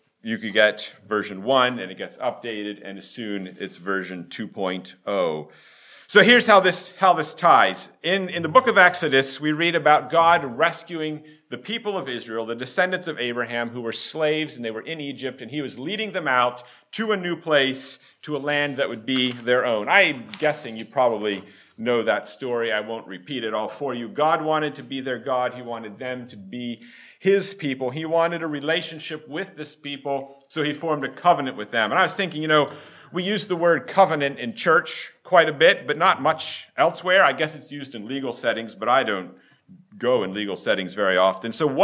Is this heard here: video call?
no